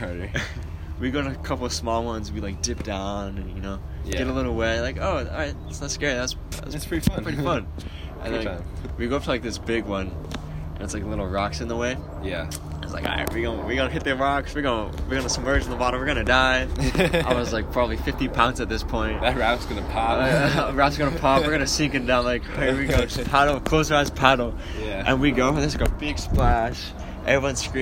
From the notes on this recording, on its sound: Listen as we sit outside. TERRIBLE WIFI.